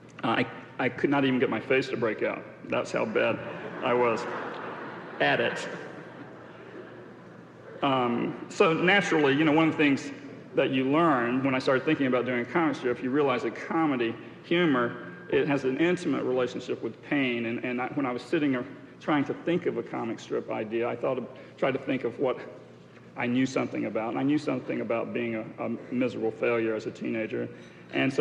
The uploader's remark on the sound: This podcast was recorded during the 1991 International Achievement Summit in New York City.